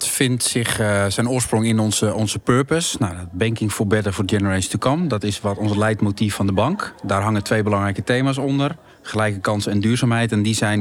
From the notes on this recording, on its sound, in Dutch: Sponsorringen Special vanuit de AFAS LIVE.